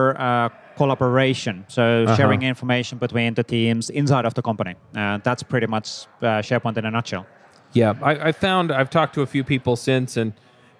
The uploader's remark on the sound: LIVE at Microsoft Build